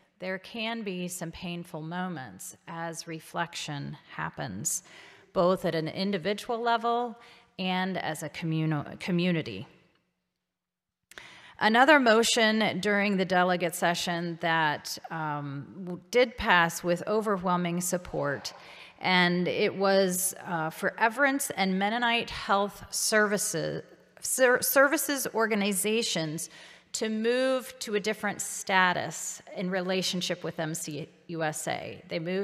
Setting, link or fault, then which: setting, large echoing room